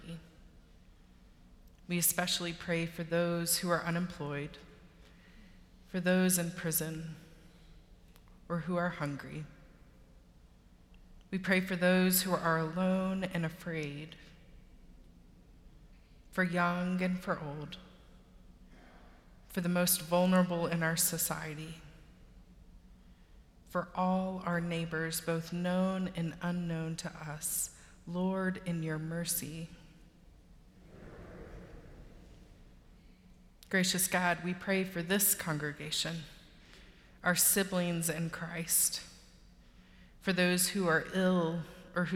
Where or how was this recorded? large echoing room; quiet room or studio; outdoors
large echoing room